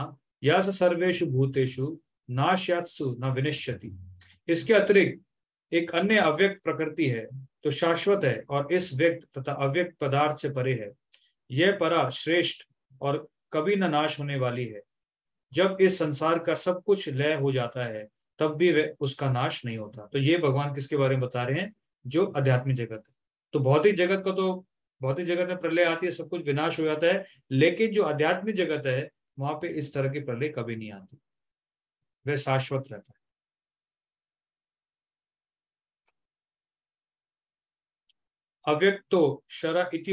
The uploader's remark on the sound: Zoom online session